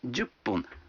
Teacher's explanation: Вы заметили, что когда фун добавляется к 10, дю, то произносится пун